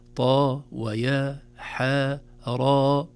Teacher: إذن نقول طاء وليس الطاء، هي حرف طاء وضاء، لكن عند نطقها في أوائل السور تحذف الهمزة يصبح حرف ثنائي مد فقط · Term: مدا طبيعيا